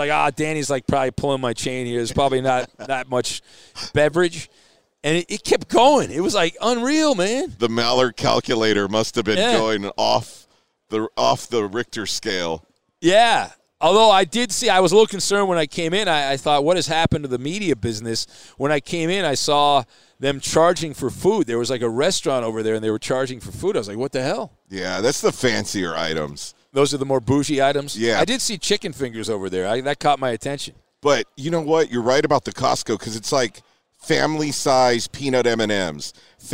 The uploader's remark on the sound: live from Super Bowl 57!